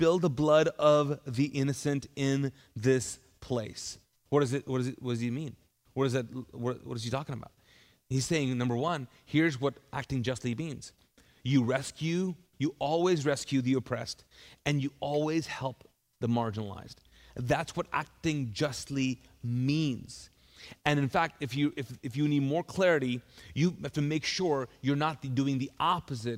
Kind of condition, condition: setting, large echoing room